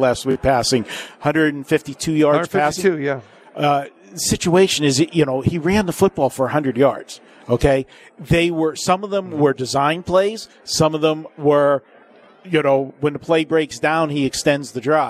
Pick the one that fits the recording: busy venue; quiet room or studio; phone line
busy venue